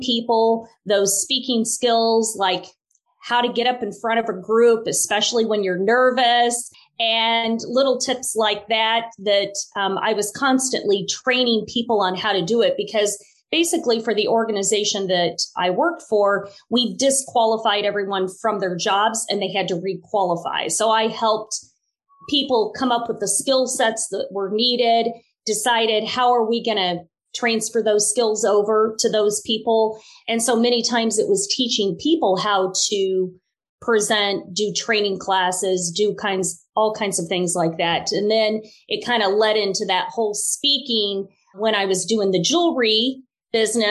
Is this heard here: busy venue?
no